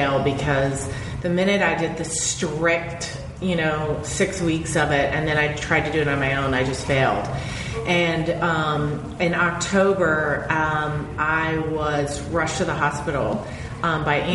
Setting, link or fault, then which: setting, live audience